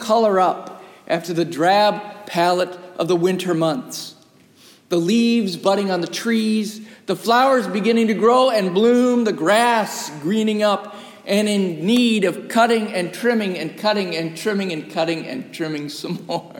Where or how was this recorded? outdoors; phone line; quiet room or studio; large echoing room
large echoing room